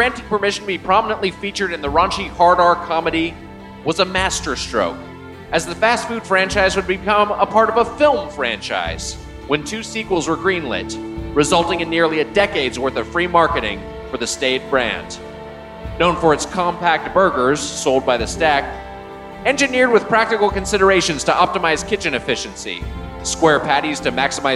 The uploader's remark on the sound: Recorded live at the Gramercy Theatre in NYC.